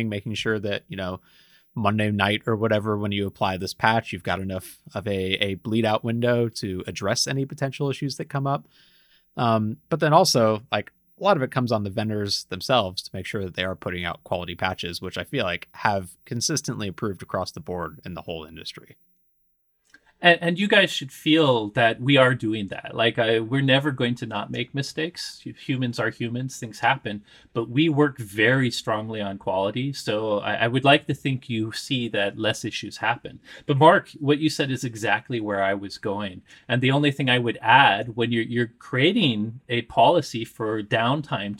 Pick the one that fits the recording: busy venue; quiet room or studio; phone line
quiet room or studio